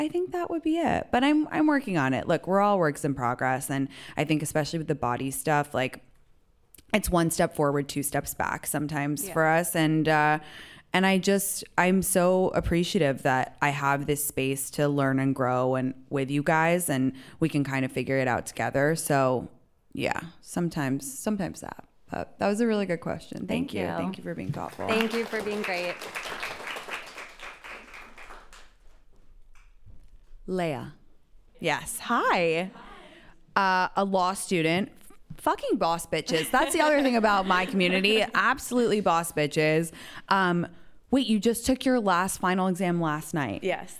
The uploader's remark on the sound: Live From Miami. Some of my followers joined me for a live “Ask Me Anything” to celebrate the opening of the SiriusXM studios in Miami!